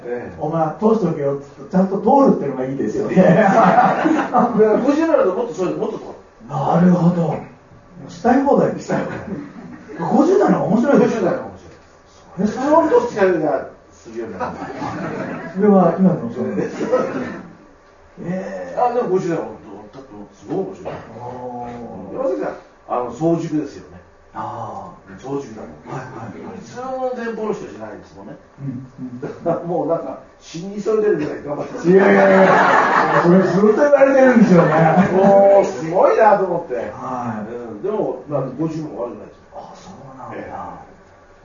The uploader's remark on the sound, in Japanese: 貴重なトークイベントが行われました